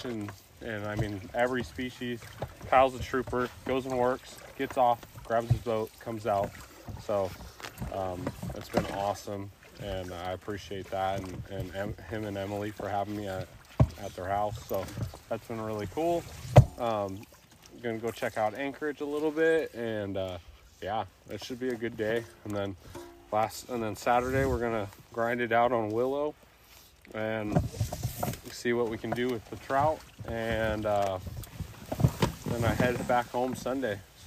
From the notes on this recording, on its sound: This is LIVE from the raft chasing pike on the lake!